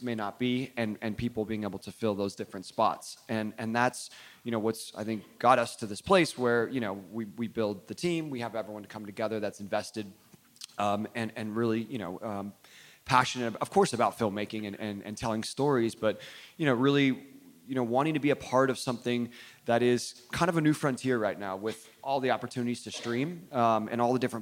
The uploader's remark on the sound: This conversation was recorded live at ATX TV Festival Season 12. In Austin, TX.